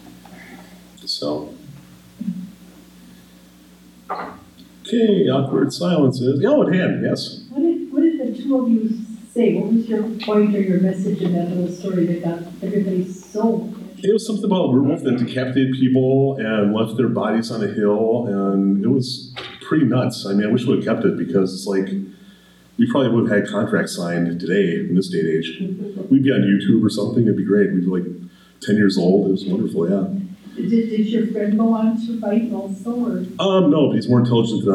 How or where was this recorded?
large echoing room